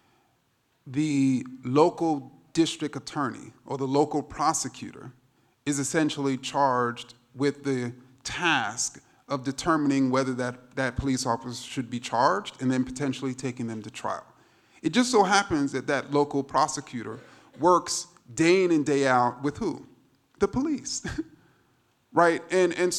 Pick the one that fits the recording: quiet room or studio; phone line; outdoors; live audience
live audience